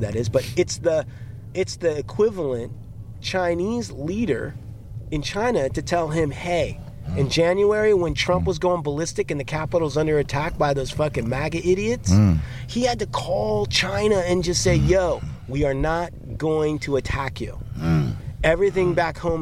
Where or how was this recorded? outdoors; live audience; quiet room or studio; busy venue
outdoors